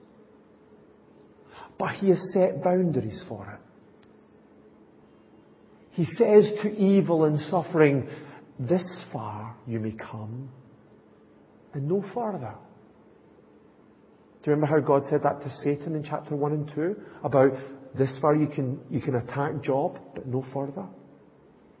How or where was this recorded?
large echoing room